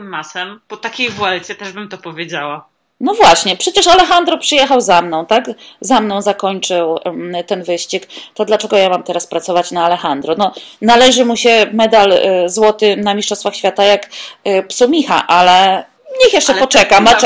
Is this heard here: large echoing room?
no